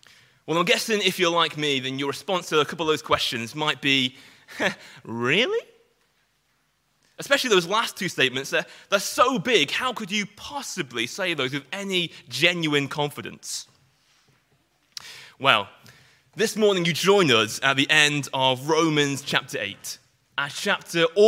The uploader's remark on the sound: Sunday morning sermon preached